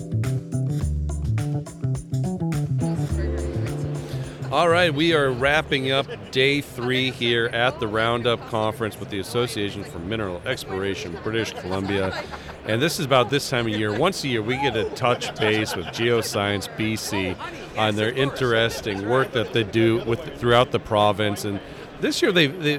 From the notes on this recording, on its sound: We wrap up Day 3 at the Roundup Conference in Vancouver with two important conversations.